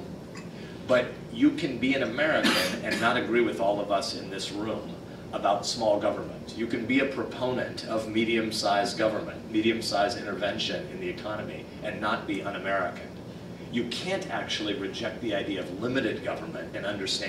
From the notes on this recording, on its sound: appeared before a breakfast meeting of The Ripon Society